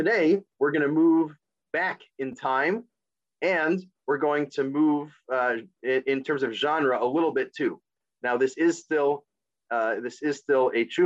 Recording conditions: video call